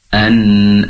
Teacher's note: Durasi penempelan. Jadi ujung lidah bagian bawah, yaitu tempat keluarnya huruf nun yang ditempelkan ke langit-langit, ditempelkannya durasi waktu penempelannya lebih lama. An-an-ziru.